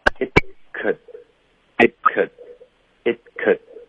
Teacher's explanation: 我们的开头 it 跟 could，他们的结尾爆破音都会省略，然后都会导致干脆停顿